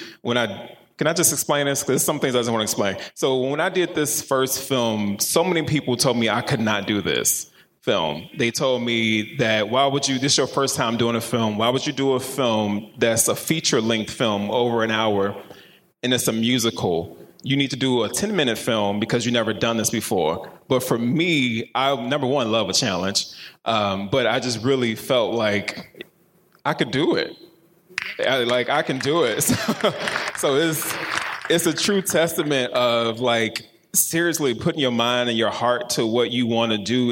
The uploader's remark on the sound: Live at Paramount Theater